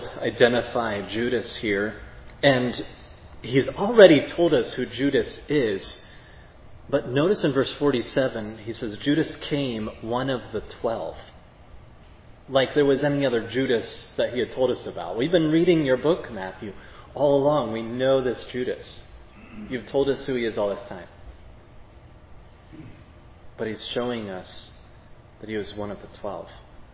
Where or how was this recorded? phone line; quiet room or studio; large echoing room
large echoing room